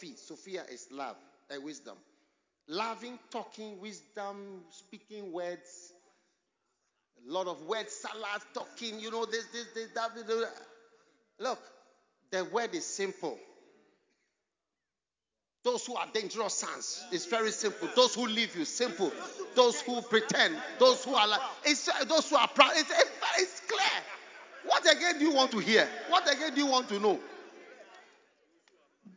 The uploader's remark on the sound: Preached at The Anagkazo Alumni Homecoming 2023. Anagkazo Campus, Mampong.